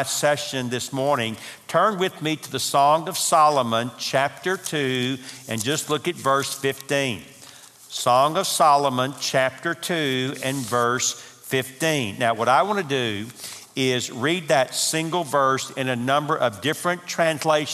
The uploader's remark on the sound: Marriage Conference - Session 3 (Audio). From the 2018 marriage conference hosted at Parkwood.